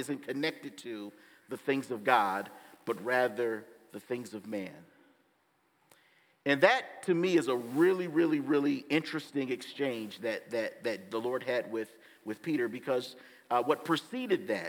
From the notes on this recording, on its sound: Gives the message at Bethesda Church on April 30, 2023!